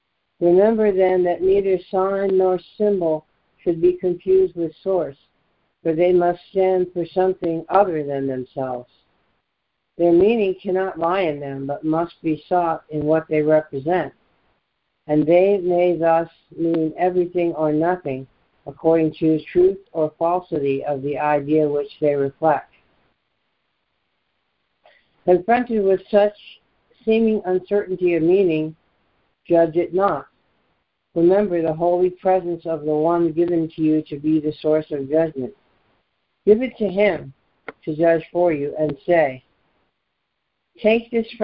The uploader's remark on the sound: ACIM Daily Conference Call.